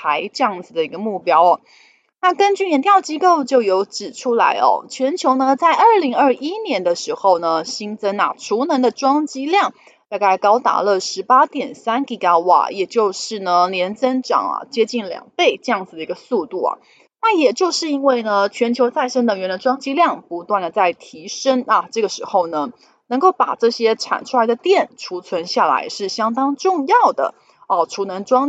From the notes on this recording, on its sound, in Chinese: 本集有些許雜音，已亟力避免，如有察覺請多多包涵